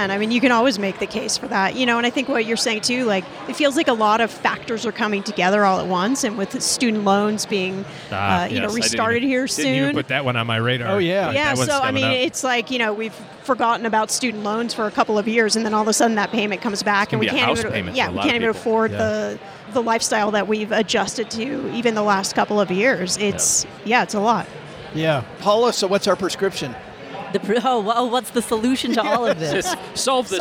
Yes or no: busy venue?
yes